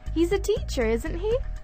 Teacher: When she says, isn't he, with her voice going up, this means that she really doesn't know the answer